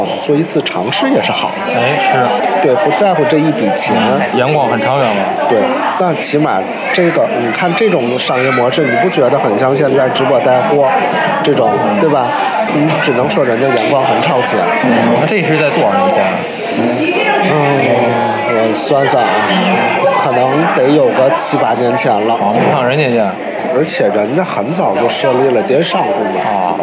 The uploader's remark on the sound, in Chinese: 所在地点：国内。本期和下集内容，都是在天津五大道的一家咖啡馆内开放性录制，用的就是天津话。